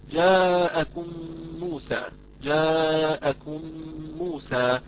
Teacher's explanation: عندنا إذا ميم ساكنة بعدها ميم متحركة بالضم، يعني فندغم الميم الأولى وهي الساكنة في الميم الثانية وهي المتحركة بالضم وهي ميم موسى، ندغم هذه الميم الأولى في الميم الثانية فيصبحان ميما واحدة مشددة. · Term: إدغاما شفويا